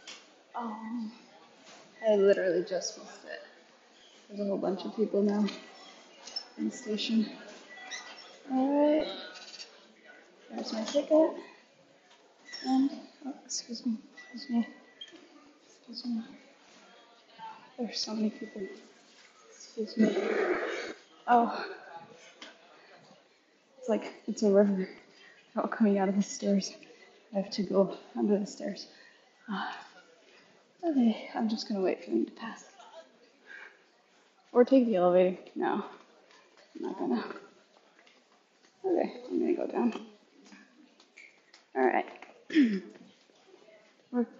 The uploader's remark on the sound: Sorry about the quality when recording with my headphones, it was a test run today. It doesn't sound its best, that's for sure!